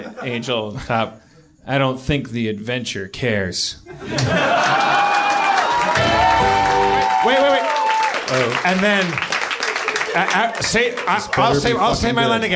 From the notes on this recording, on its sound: Discover a Belgian fan in the audience, but when a Londoner from the crowd.